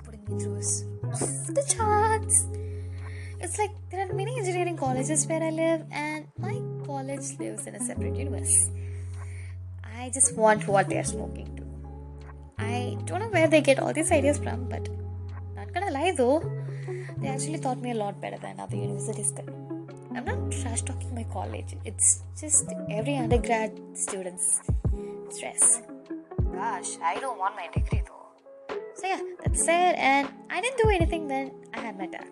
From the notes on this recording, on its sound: I know the background music is loud but I'm learning audio editing.